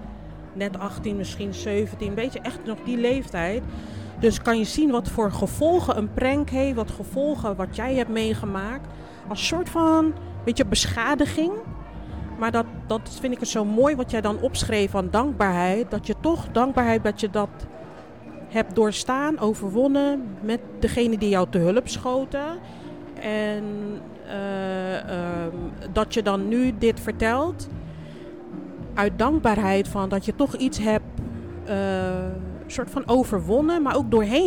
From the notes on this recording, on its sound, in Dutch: Mediateam Against Violence heeft een podcast opgenomen bij het Dance Festival.